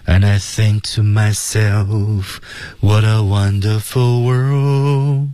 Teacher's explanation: 那么中间的是 myself 的后面有一个停顿